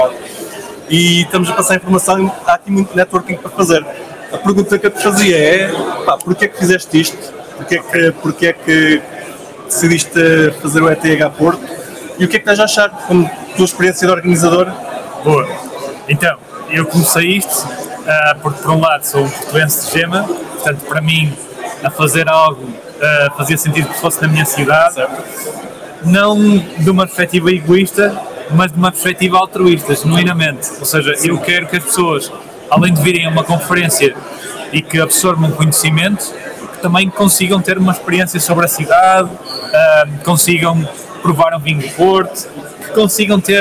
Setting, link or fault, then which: setting, busy venue